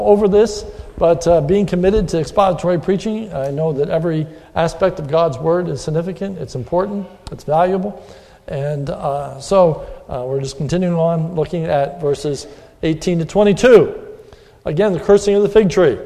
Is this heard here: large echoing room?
yes